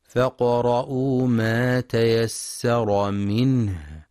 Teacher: ينتبه القارئ لهمس الهاء وتوضيحها، فهي من أضعف الحروف وتحتاج لجهد لبيانها.